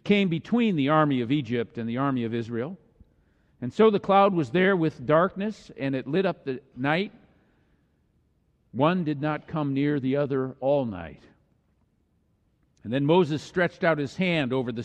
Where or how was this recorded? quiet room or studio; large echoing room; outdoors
large echoing room